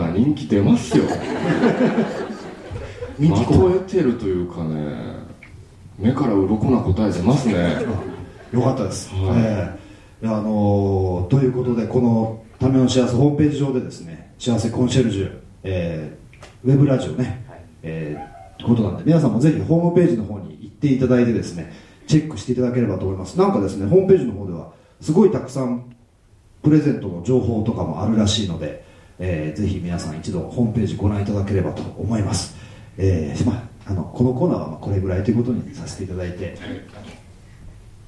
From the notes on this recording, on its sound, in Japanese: 7/16に行われたJ-WAVE主催の試写会の舞台をかりて、公開生収録を行ってきました。会場にはサプライズゲストであの人も登場！